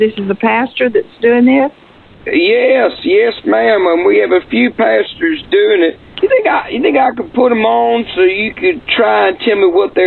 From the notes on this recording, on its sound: New Phony Phone Call